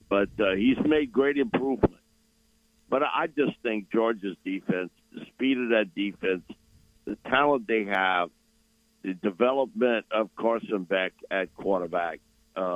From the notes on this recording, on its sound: Joins the show on the Farm Bureau guest line breaking down the near future for the Saints live in the BankPlus Studio.